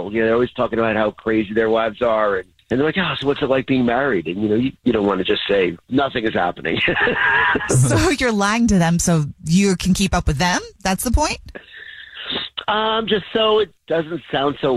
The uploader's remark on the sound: We have a listener on the phone who wants to tell us the Dirty Little Secret that he and his wife is keeping from everybody!